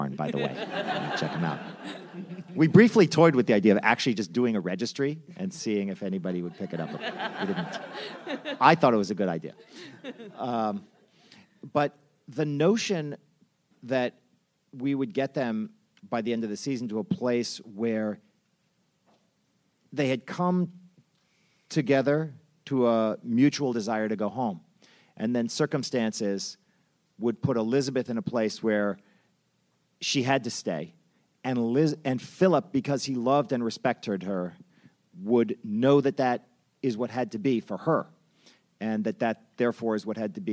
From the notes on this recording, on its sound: Recorded at ATX Television Festival